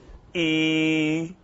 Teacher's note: that's some of the French vowels we get, are those front rounded vowels